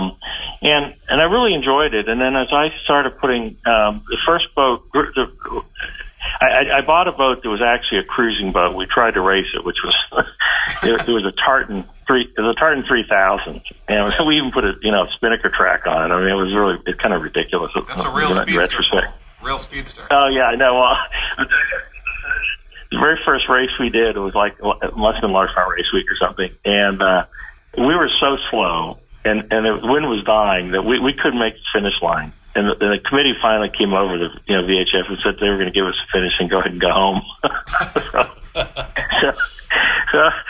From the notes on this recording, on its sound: chat over the phone